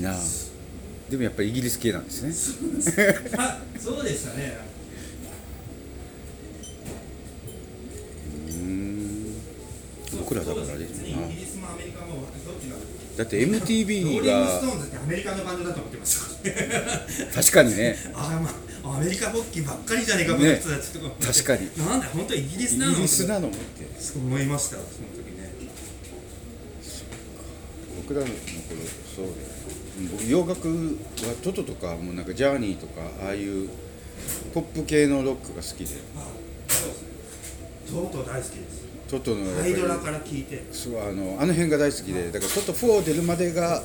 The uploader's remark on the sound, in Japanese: Dining Cafe Olive ドラム教室後の会話。花小金井にあるDining Cafe Olive さんで、行われているドラム教室を体験してきました。その時の教室後の会話を録音してきました。